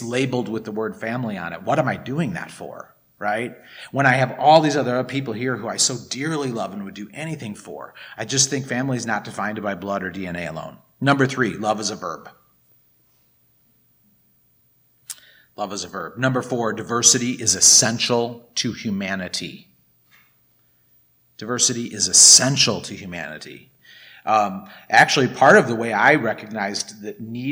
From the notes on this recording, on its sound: This is episode 1149, recorded at the Blue Lotus Buddhist Temple on 2023-04-22. Recorded at the Blue Lotus Buddhist Temple.